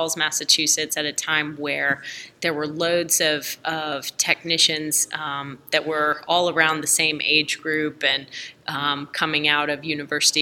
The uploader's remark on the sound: This episode was recorded during RASTECH 2022 Conference and Trade Fair at Hilton Head Island, SC.